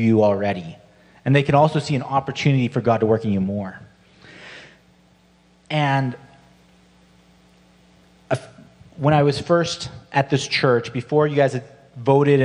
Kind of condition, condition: setting, large echoing room